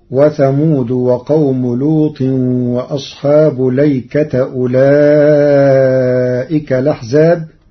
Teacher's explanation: قرأ ورش كلمة الأيكة بلام مفتوحة بدون همز قبل اللام وبعدها ونصب التاء. فتصير: وثمود وقوم لوط وأصحاب ليكة أولئك الأحزاب.